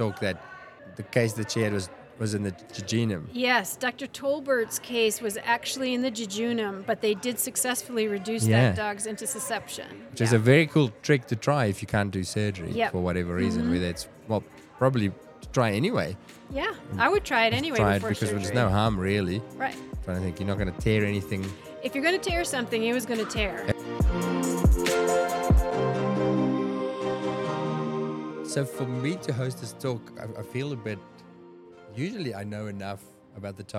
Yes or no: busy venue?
yes